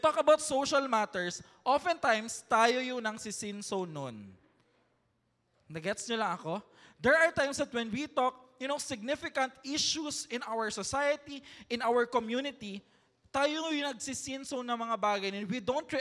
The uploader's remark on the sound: recorded last July 7, 2023 at Mezzanine Hall, ZCAEC